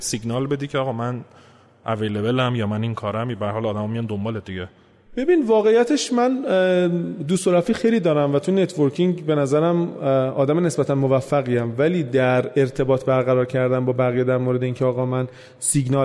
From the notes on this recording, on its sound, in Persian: در حضور جمعی محدود از مخاطبین پروپاقرص و تیم پادکست و با رعایت پروتکلهای بهداشتی ضبط شده است